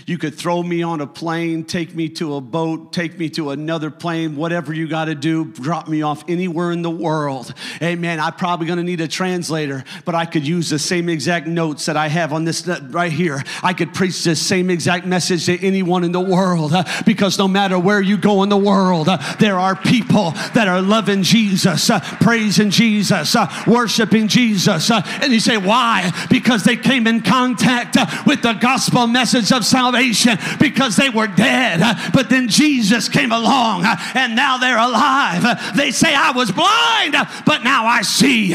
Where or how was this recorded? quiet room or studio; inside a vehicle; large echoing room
large echoing room